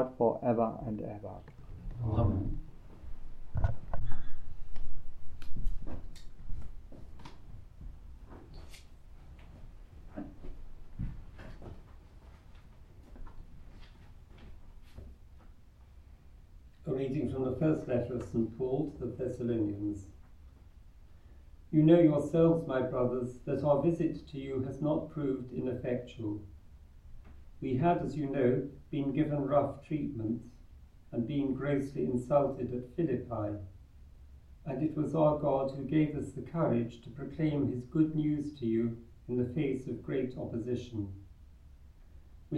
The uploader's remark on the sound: The Community of St Gregory the Great sing the Gregorian Chant Mass for the memoria of the Passion of St John the Baptist. Recorded live at Southgate House on 29 August 2023.